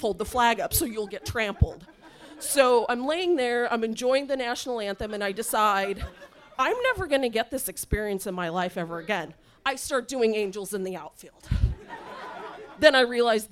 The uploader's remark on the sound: Live from SF Sketchfest 2020 at the Punch Line comedy club in San Francisco